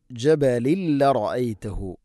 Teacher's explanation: ജബലിൻ തൻവീൻ ശേഷം ലം ഇദ്ഗാം ബിലഗുന മണിക്കാതെ കൂട്ടിലയിപ്പിക്കണം. ജബലിൽ റഅയ്തഹു, അതുപോലെ തന്നെ ലറഅയ്തഹു, ലറഅയ്തഹു എന്ന് റായിനെ ഇങ്ങനെ പരത്തിയിട്ടല്ല പറയേണ്ടത്, അതിനെ കനപ്പിച്ചുകൊണ്ട് ഉച്ചരിക്കണം.